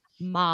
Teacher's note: produce a bilabial sound, beginning and end